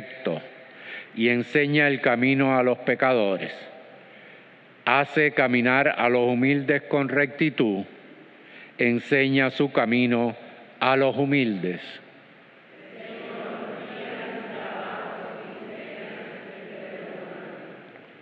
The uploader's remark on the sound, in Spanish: Grabada en la celebración eucarística dominical en nuestro Santuario